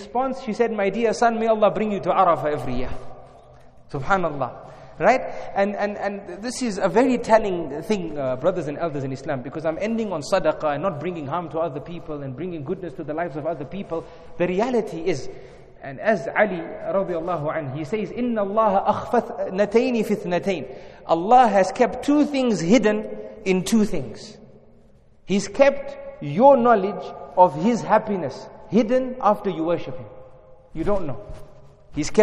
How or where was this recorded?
large echoing room